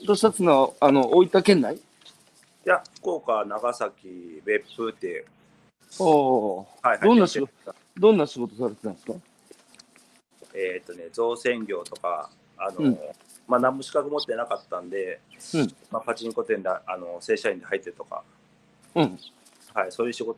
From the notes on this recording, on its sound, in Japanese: 大分県佐伯市。歩きながら1時間、対談する。